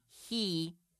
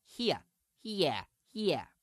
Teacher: as the R drops, you add an extra schwa sound, an a sound, after the vowel · Shown in: second take · So instead of here becoming he, it becomes here, here, here.